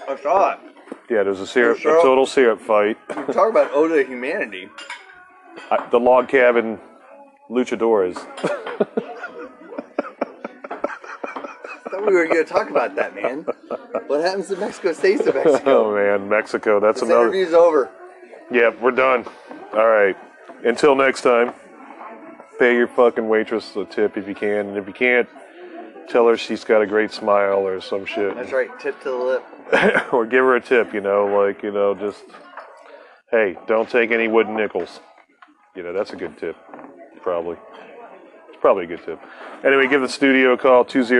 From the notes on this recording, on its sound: Recorded live in an IHOP with a bottomless coffee pot.